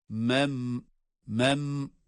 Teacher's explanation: cezimli mimde de bir gunne sesi var